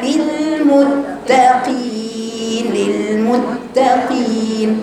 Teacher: هم كلهم قالوا كلت التاء، مع ان قراءتك طيبه لكن عندك تاء مشدده، قلت للمتقين، جريت على التاء، عندك اتنين تاء للمتقين، وتقطعي قطعي الصوت لان حرف التاء شديد مشدد